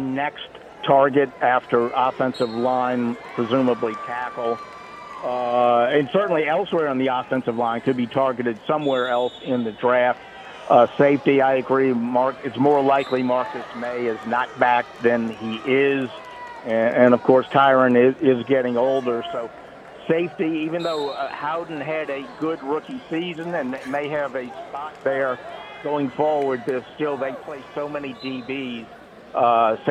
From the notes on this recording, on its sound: live at wrestling championship